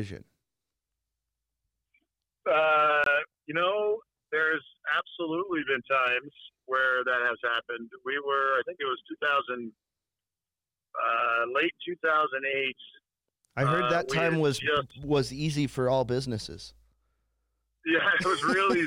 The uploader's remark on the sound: on the phone to interview him